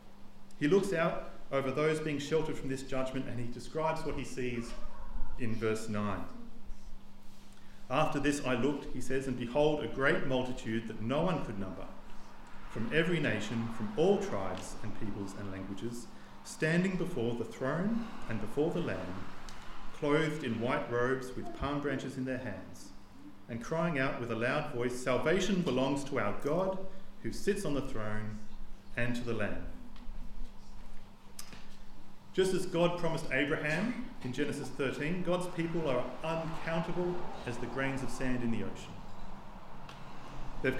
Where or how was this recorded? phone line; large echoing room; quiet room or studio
large echoing room